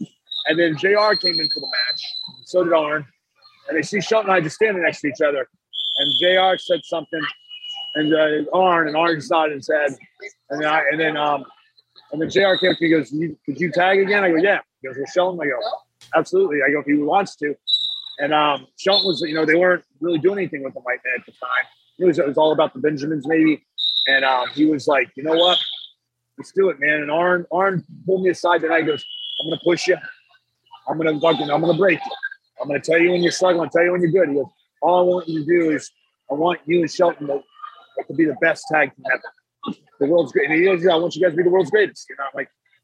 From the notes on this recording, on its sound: Amateur wrestling competition. Please excuse the background noise.